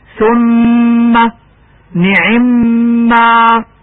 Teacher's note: يجب إظهار الغنة على الميم المشددة